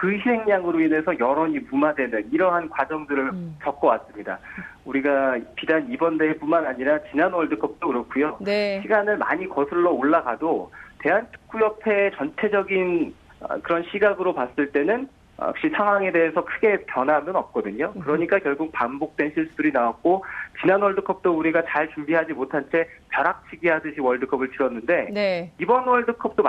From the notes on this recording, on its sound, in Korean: 전화연결.